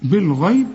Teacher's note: الغين تاني درجة من درجات التفخيم